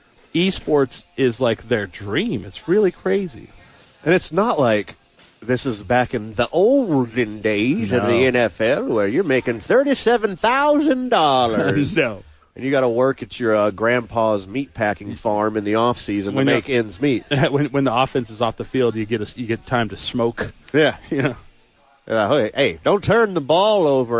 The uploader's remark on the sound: Live from ABQax!